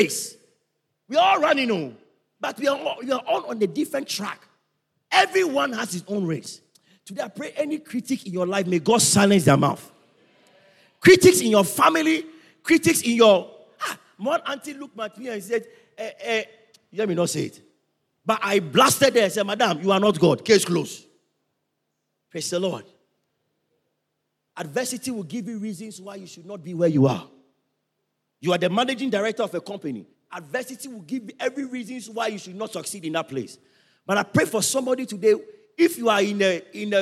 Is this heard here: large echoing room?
yes